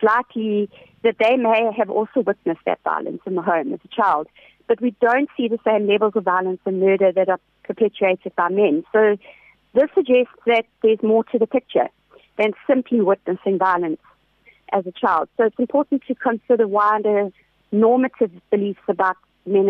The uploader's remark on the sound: Joining us on the line today